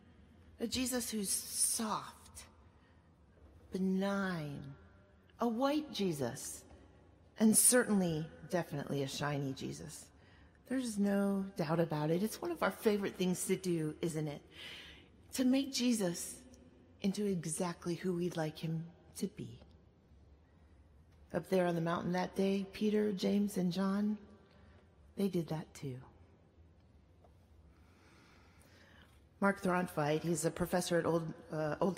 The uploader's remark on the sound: at Duke Chapel on March 3, 2019